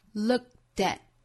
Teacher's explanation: 再跟 at 连读那美音之中这样一连读呢会更倾向于把这个 t 的音发成类似于 d 的音 looked 中间的这个 k 的发音因为后面遇到了一个爆破音嘛所以前面的这个 k 的音作失去爆破也是在这个位置去顿一下憋这么一下不真正的 k 出来了 looked at it's how you're looked at 我们可以多听几遍原声 … 也是这么发的